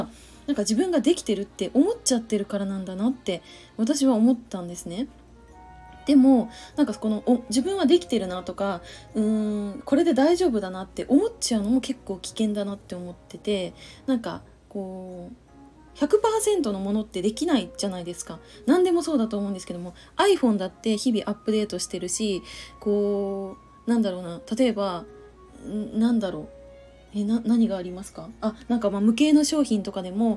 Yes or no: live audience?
no